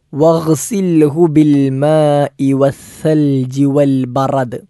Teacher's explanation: ഗൈന് തൊണ്ടയുടെ ഏറ്റവും മുകൾ ഭാഗത്ത് നിന്ന് പുറപ്പെടുന്ന അക്ഷരമാണ്, ഹറൂഫുൽ ഹൽഖിൽ പെട്ടതാണ്, അതിന് സുക്കൂനാണ്, ശ്രദ്ധിച്ചുച്ചരിക്കേണ്ടതാണ്.